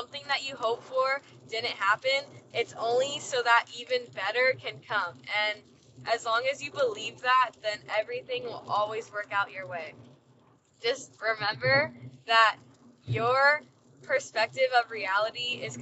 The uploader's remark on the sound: In this short segment, I chat from my car. While on a long drive, an energy of gratitude naturally overcome me and I felt the need to share.